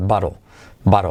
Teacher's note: con solo una pizquita de L al final